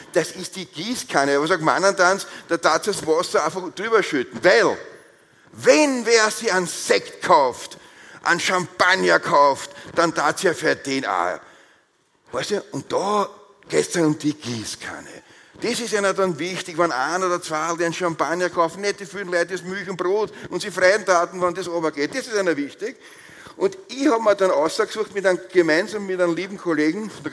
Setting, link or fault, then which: setting, live audience